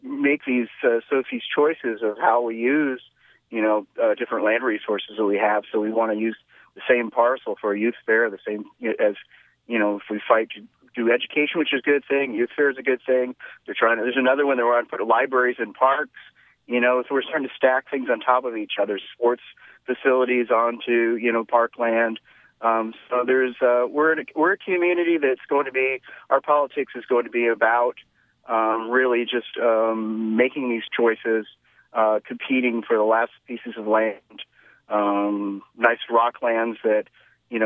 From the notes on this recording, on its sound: the studio guests are joined via phone